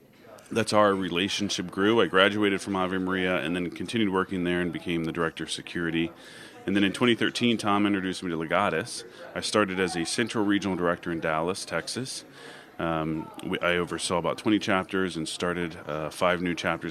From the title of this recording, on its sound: Live from Legatus Summit East 2022